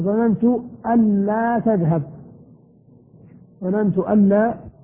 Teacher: والفاصل الثاني حرف نفي، أن يكون بين أن المخففة والفعل حرف نفي، كأن تقول ظننت أن لا تذهب، ظننت أن لا تذهب، طبعا تكون إدغام بين أن ولا